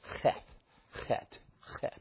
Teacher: it's really got a guttural sound that is not native to our ears. It's kind of akin to some of the German words, but it's kind of way back in the back.